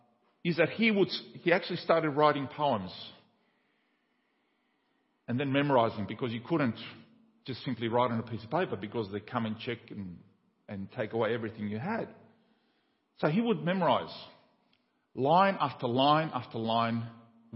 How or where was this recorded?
large echoing room